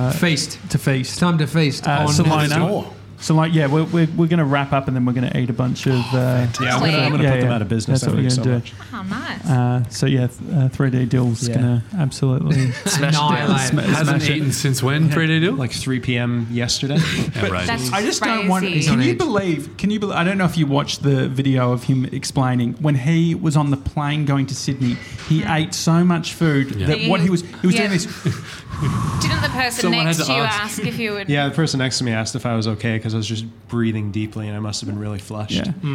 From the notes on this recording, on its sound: Salona On Swan Street. Today we're live from Salona in Richmond.